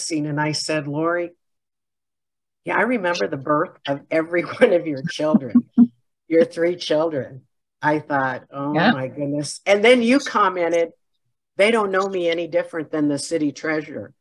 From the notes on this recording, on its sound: Was held on Zoom.